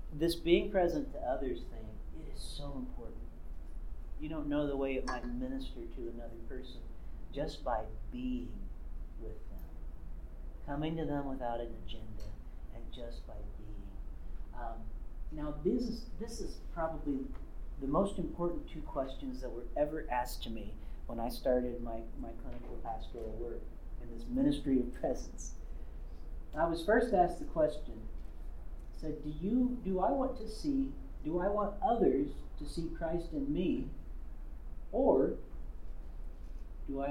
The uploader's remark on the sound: This episode was recorded live on 01/28/2023 at the Worship 424 Conference at Cedarville University.